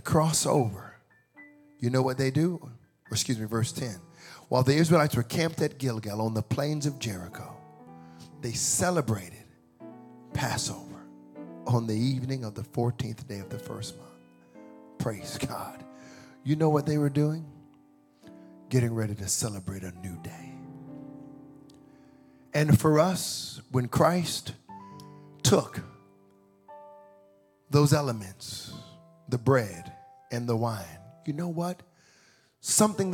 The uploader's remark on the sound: Welcome to the first sermon of 2024 at Extraordinary Church